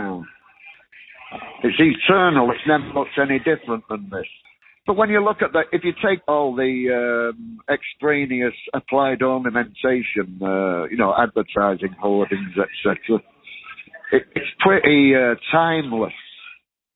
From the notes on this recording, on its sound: this phone call